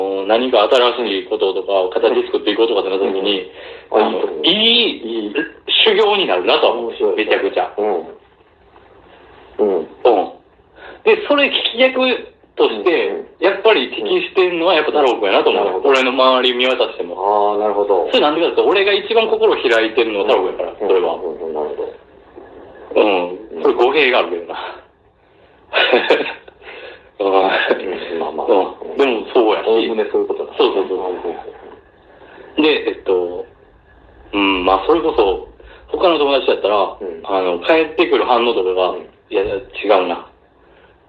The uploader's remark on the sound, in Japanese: 音質最悪な僕たちは。笑い声あり。地獄の音質で、聴きにくくて本当に申し訳ございませんっ！